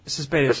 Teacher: A little more emphasis on the middle syllable there.